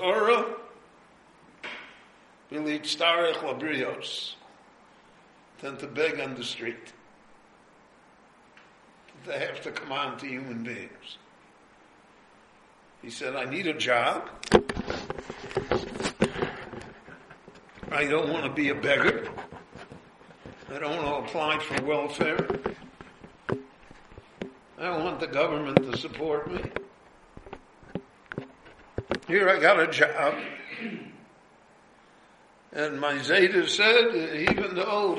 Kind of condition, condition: setting, live audience